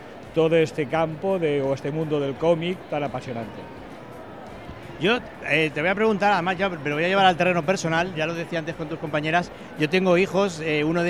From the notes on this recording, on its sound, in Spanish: Nos desplazamos a Salón del Cómic 2024 en la Feria de Muestras de Valencia donde comprobamos de primera mano el amplio publico que llena el recinto ya desde la apertura de puertas